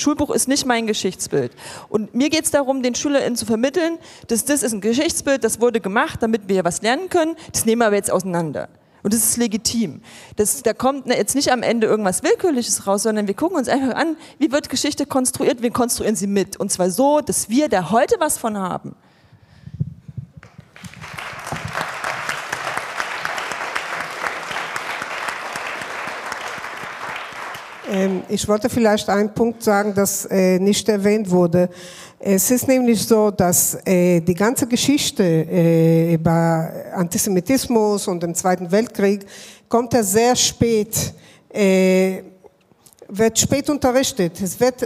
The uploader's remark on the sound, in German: Dies ist der Audiomitschnitt der 7.11.2019 in Wiesbaden geführten Podiumsdiskussion